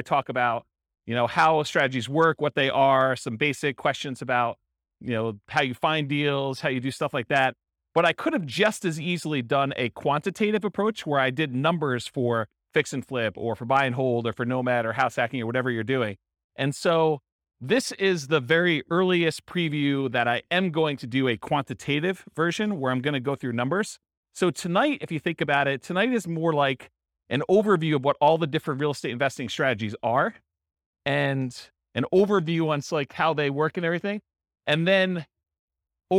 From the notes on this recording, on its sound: Abilene, Texas. This was a live class recorded to give investors a solid qualitative overview of all the different real estate investing strategies.